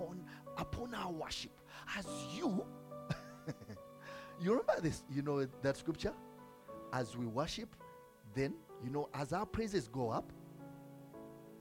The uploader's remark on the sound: from the Limitless Worship Fellowship recorded on 27th May 2022